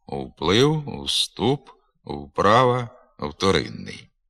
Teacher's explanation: У цих словах на місці початкового правописного «в» вимовляється нескладовий звук «у».